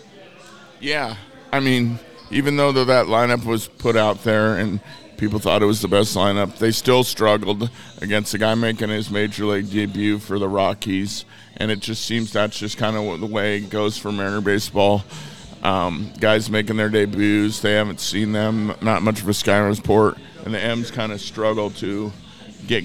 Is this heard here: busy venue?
yes